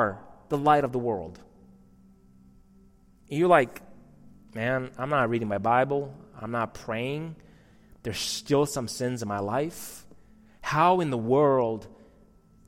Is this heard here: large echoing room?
yes